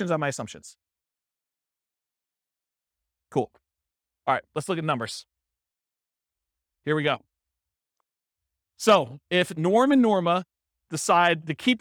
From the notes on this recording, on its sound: This was a live class recorded